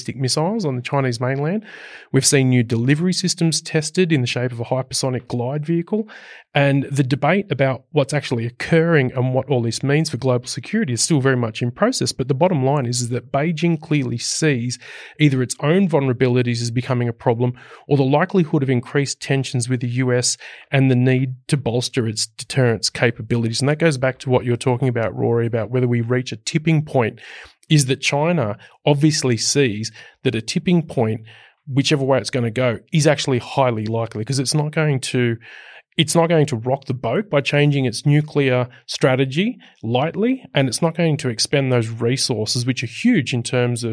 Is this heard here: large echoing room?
no